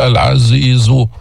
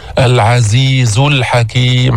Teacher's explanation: نبهنا مرارا وتكرارا أن الزاي ليس فيها استعلاء، ما ترفع اللسان عند الزاي · Shown in: second take